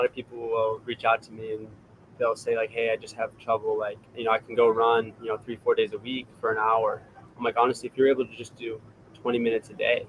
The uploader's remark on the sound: Live from Eugene OR at World Championships